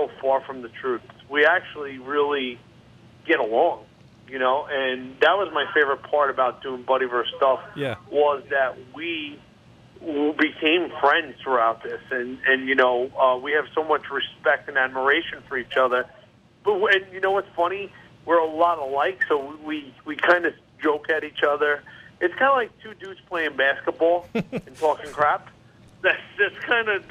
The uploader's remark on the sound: hop on the phone with celebrity baker